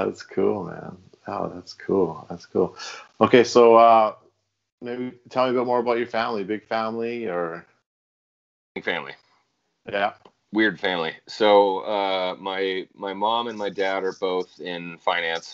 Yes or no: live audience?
no